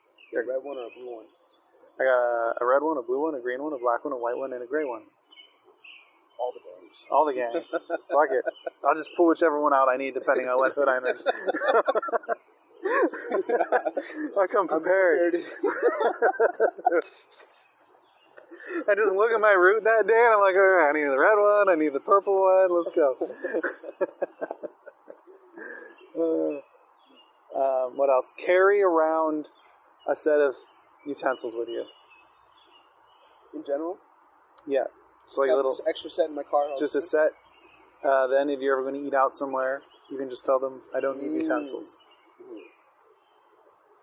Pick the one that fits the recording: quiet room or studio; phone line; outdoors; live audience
outdoors